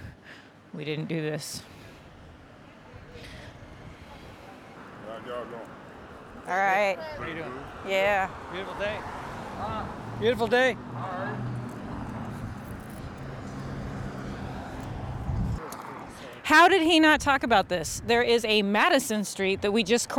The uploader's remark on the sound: I recorded it on the first morning of my first Traveling My Roots trip last month. What you’ll hear is raw, mostly unedited audio of me and my husband walking in Lynchburg, Virginia. We start on centrally located 5th street (one of the main Black business areas during segregation), then make our way towards 3rd & Federal Street where my adoptive dad’s childhood home still stands.